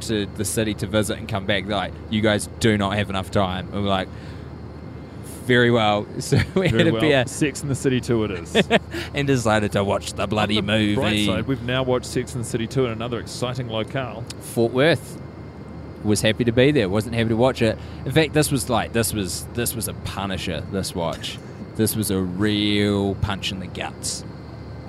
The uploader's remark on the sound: The pilot is mic'ed up